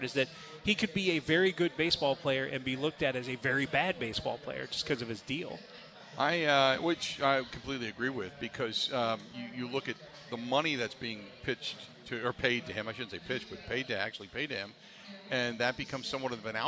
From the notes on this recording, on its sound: live at Steny's for the final hour of the show